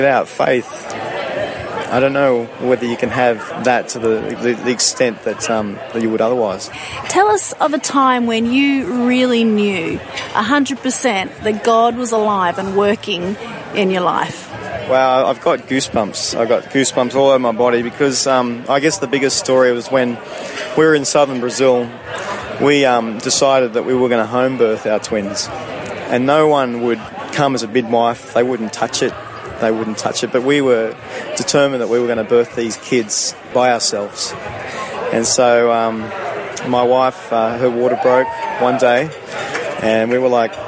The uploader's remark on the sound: on location at a Christian music festival